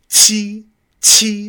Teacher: very aspirated, very strong, kind of like TCH, but with your tongue against the back of your bottom teeth.